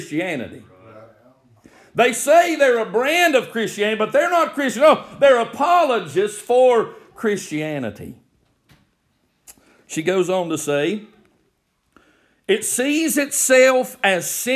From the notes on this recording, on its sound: May this recorded sermon be a blessing to you.